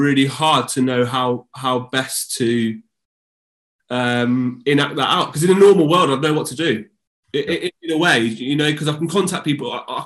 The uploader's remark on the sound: We gather again on Zoom